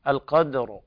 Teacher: الراء وقفت عليها بالترقيق والصواب أنها تفخم